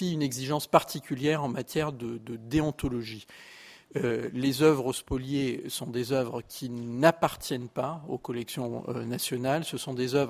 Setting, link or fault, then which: setting, large echoing room